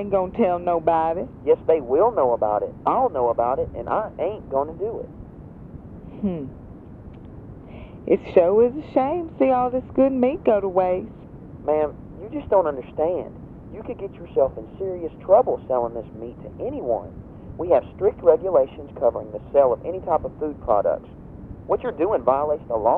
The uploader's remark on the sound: Prank Phone Calls